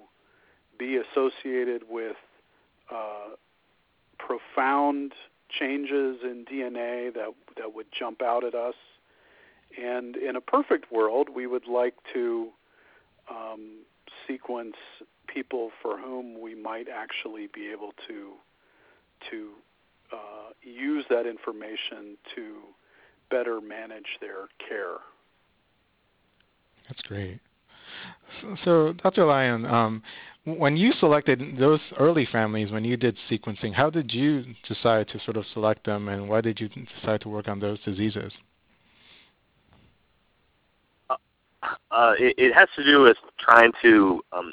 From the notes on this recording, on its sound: The inaugural conference call Q&A session between Rare Genomics Institute, Ben's Friends Patient Communities, and leading experts in the field. Questions were submitted before the call and live during the call.